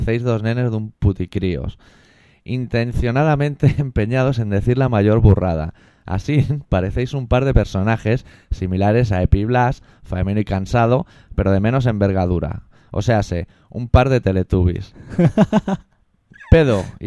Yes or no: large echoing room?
no